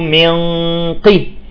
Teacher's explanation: ما نرتفع كثير بالغنة، وإنما تكون منخفضة لأن القاف مكسورة